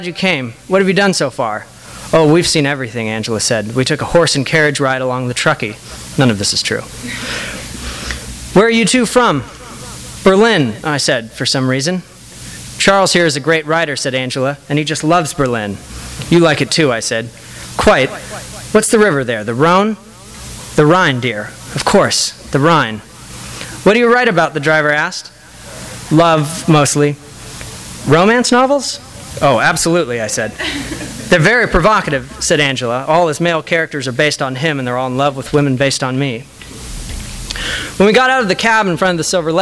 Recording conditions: live audience